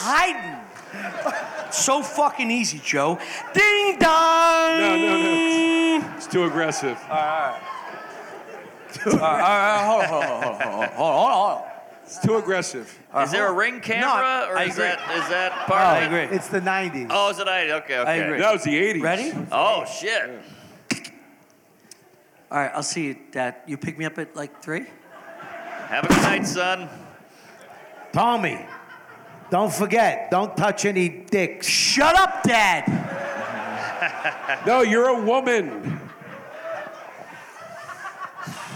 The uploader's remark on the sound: Live from Skankfest! Live From Skankfest 2023.